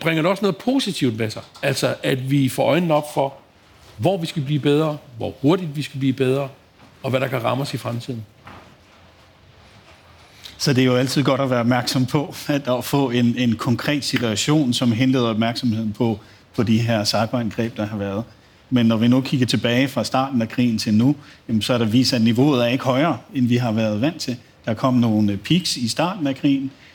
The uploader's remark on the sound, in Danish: I denne særlige liveudgave af ’True Cybercrime’ gennemgår eksperter på scenen